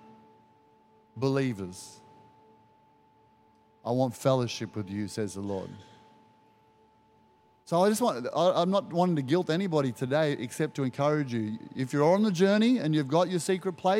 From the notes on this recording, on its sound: Recorded during our 9am service on Sunday, the 23rd of July 2023.